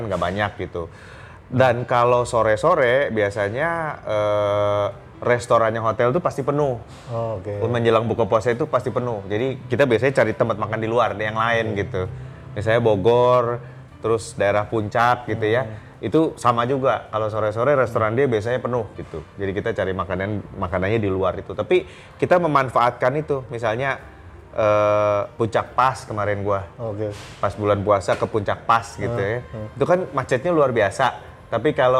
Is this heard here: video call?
no